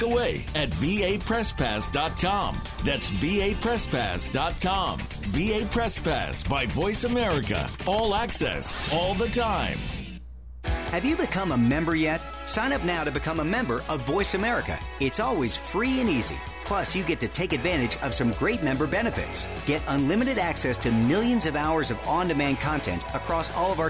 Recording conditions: busy venue